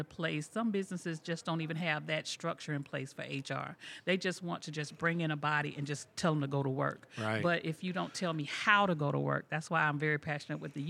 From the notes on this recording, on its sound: This and the following segments were recorded at this year’s annual JMI Small Business Leadership Conference hosted at Loews Sapphire Falls Resort .